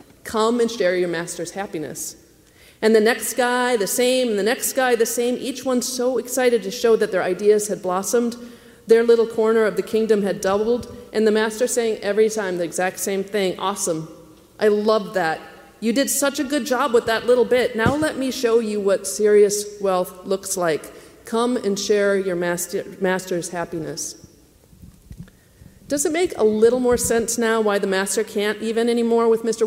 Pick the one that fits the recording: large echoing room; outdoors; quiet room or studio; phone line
large echoing room